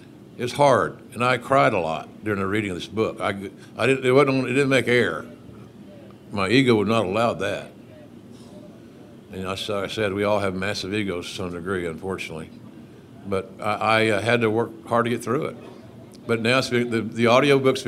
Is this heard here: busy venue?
yes